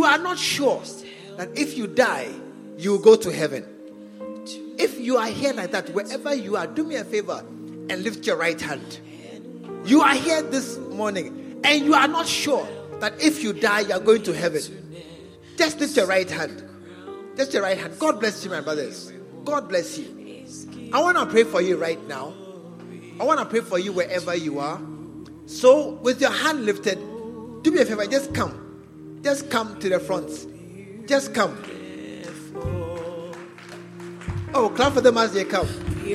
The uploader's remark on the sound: Preached at the True Vine Cathedral, Bantama